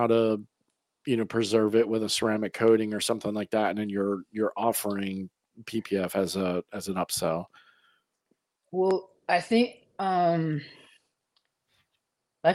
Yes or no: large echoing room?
no